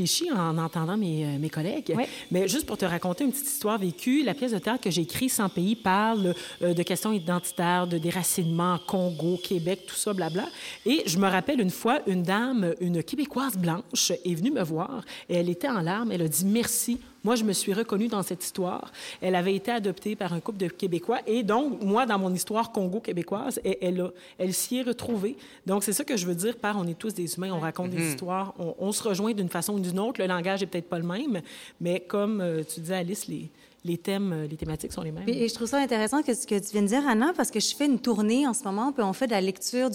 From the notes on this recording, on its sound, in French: Cette table-ronde est enregistrée directement de la Capsule, durant le Festival cinéma du monde de Sherbrooke, au printemps 2019.